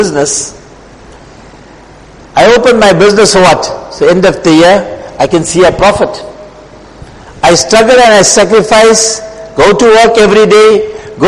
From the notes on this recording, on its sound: Jumuah lecture